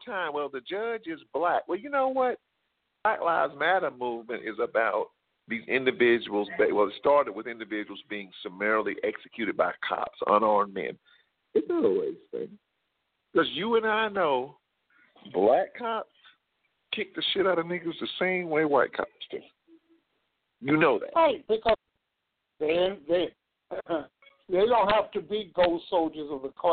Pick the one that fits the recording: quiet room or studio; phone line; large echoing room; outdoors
phone line